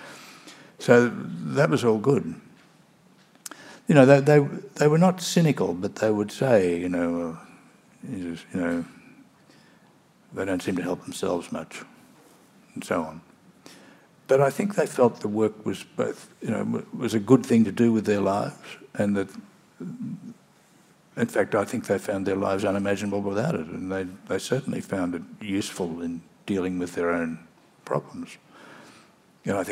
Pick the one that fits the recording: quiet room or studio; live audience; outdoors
live audience